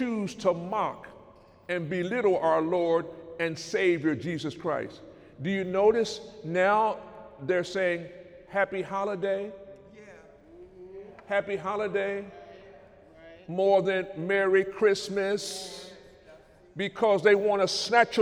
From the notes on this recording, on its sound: During Sunday morning service on December 23, 2018